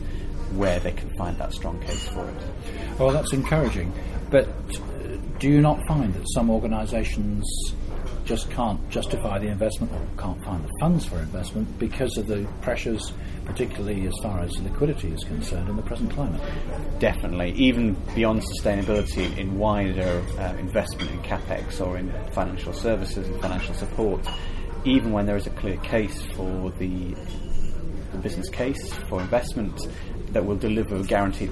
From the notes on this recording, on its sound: Recorded at the Newcastle Low Carbon Best Practice Exchange.